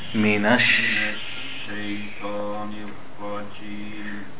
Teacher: On the sheen and the word shaytan, try to make it more air spreading.